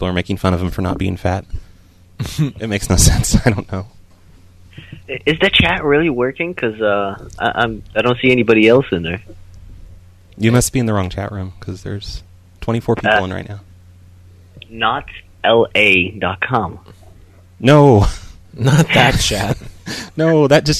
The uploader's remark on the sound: …'s Personal Prank Phone Calls Collection.